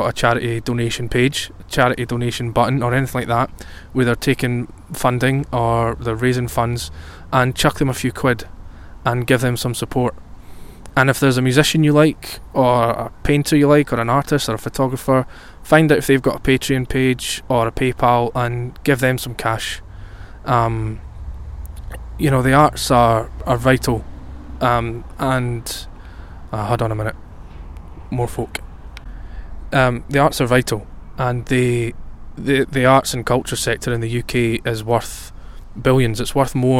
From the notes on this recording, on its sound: It was recorded outdoors as I took full advantage of the warm, sunny weather that we had. I talk about my surroundings outdoors.